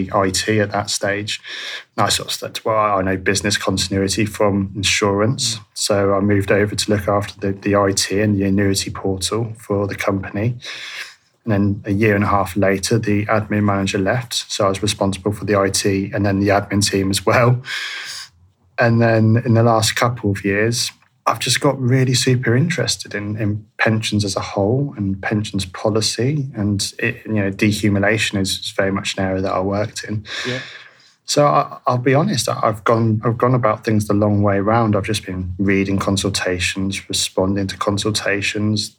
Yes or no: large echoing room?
no